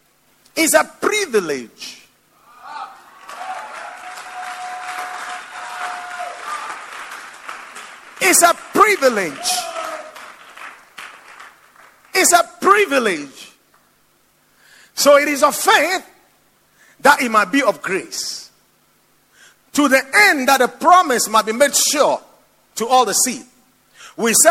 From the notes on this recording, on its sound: Preached at the Watered Garden Church.